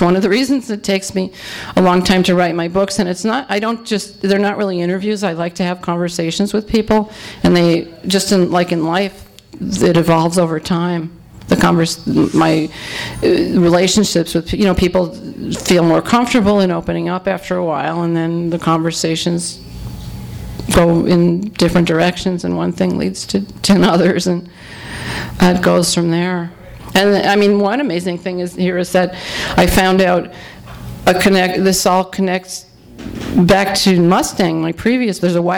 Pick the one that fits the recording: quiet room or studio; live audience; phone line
live audience